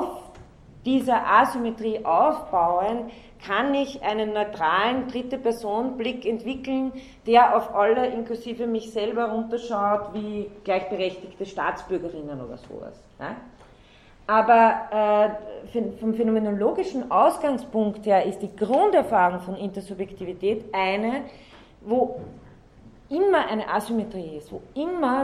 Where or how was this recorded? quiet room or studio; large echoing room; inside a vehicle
large echoing room